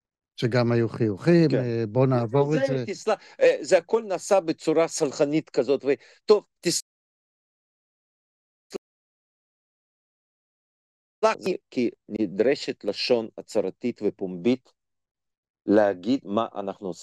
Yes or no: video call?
yes